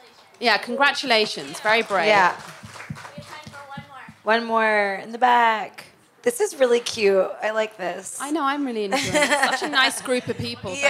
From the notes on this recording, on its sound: Show recorded live at Heyday Skincare in Los Angeles.